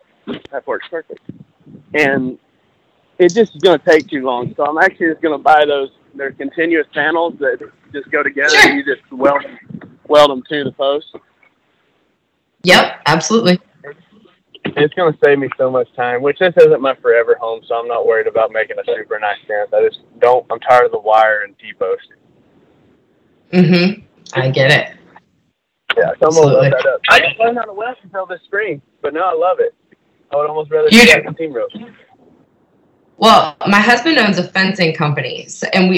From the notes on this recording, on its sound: this off the cuff phone call came together as an interview for this podcast